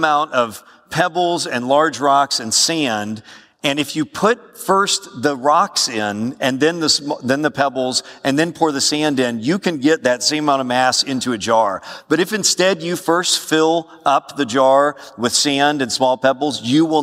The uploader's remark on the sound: A lecture titled "Taking Care of Your Time," given at SBTS's All Student Summit in September 2016. Southern Baptist Theological Seminary All Student Summit.